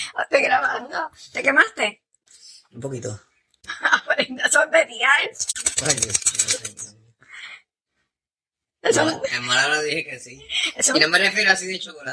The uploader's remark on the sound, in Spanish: Al toma y dame, conversaciones con mi esposo, son grabaciones que hace una esposa de conversaciones que ella tiene con su esposo. Las grabaciones son reales y espontaneas y grabadas desde un celular.